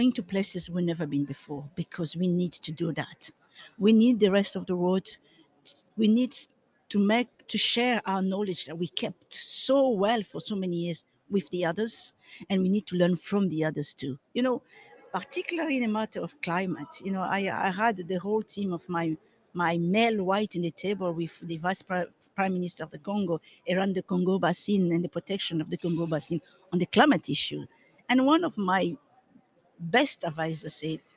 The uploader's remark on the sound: Recorded LIVE & in person from the 2021 World Innovation Summit for Education (WISE).